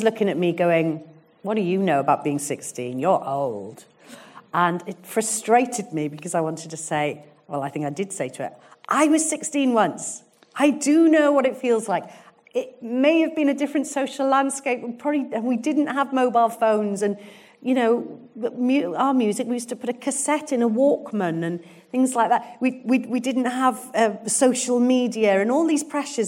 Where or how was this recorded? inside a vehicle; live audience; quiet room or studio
live audience